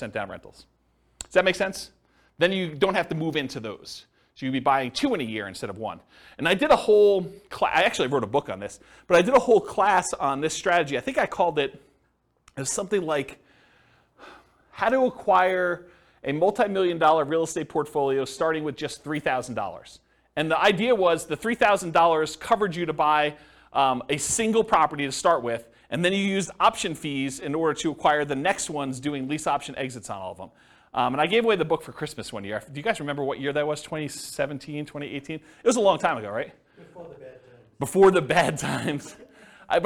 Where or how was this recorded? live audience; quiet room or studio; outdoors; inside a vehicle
live audience